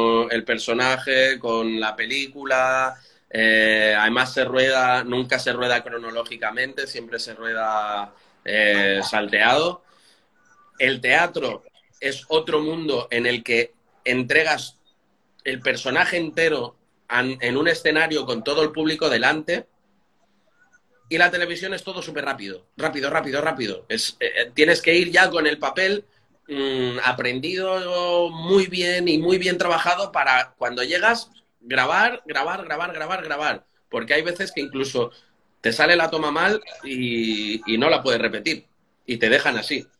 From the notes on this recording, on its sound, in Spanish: Audio extraído de IG LIVE